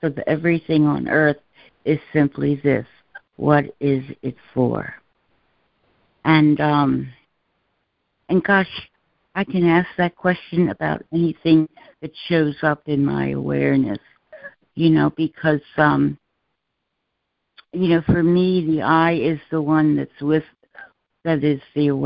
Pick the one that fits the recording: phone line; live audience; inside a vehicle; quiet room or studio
phone line